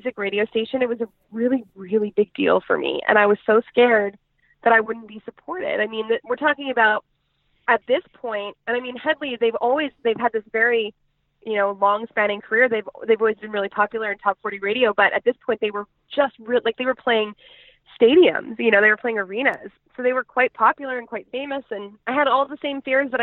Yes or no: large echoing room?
no